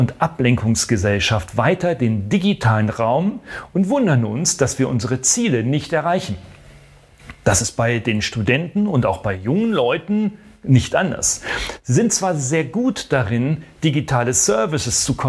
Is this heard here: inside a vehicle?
no